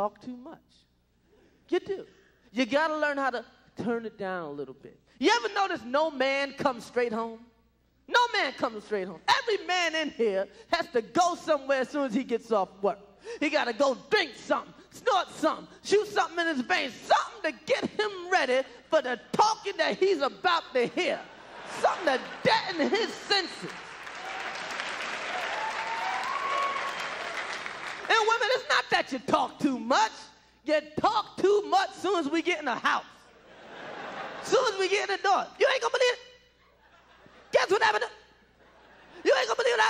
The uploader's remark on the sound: performed at the Just for Laughs Festival in 1996